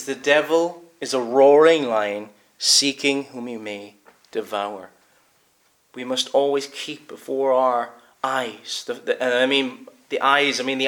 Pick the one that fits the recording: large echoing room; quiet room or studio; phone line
large echoing room